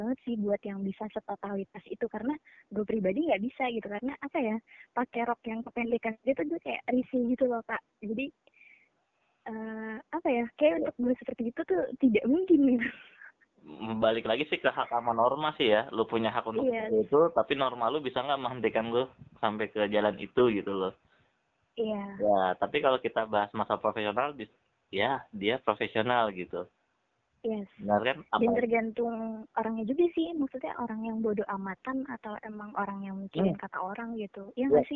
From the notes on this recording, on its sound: By phone ditengah wabah Covid 19.